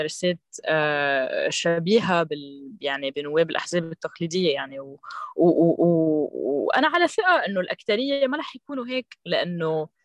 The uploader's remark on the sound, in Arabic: تمّ تسجيل المقابلات مع الضيوف عبر تطبيق زووم نظرًا لصعوبة التنقلات وتوفيرًا لوقت الضيوف.